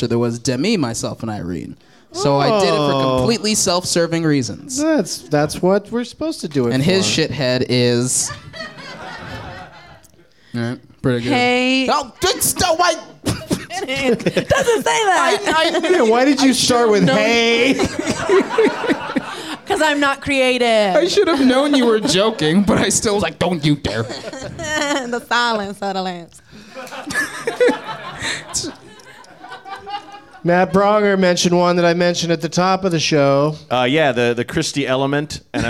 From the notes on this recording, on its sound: Live from NerdMelt in Hollywood